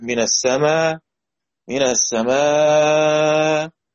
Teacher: يبقى ثلاثة أوجه، إبدال ألف مع قصر أو توسط أو إشباع